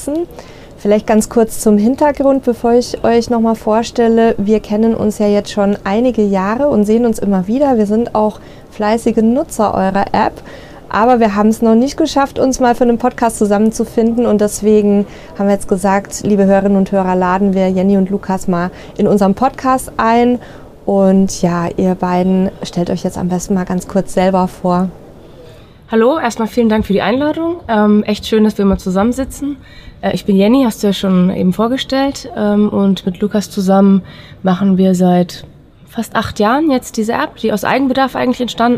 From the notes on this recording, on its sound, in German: Caravan Salon 2023 Interview. Die heutige "Live"-Folge vom Caravan Salon ist gleichzeitig sowas wie ein kleines Familientreffen. Auf der Messe treffen wir sie aber immer.